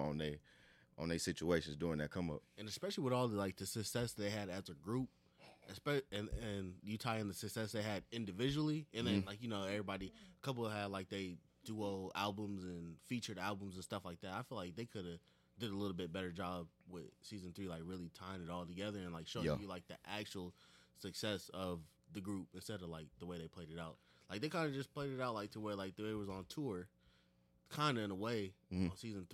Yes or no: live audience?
no